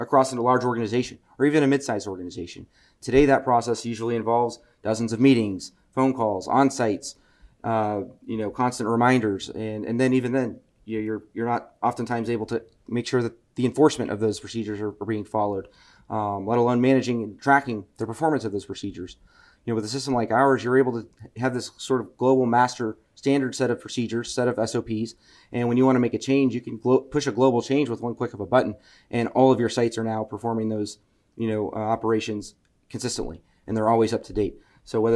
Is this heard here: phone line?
no